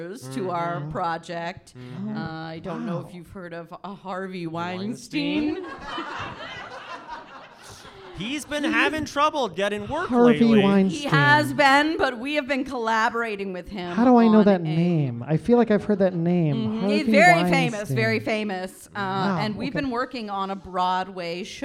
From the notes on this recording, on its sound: It’s a very special LIVE episode of The Corporation, recorded in front of a small but mighty audience at Vermont Comedy Club!